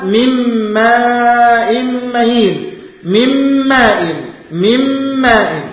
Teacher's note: نون ساكنة أتى بعدها حرف الميم فأدغمت النون الساكنة في الميم · Term: إدغاما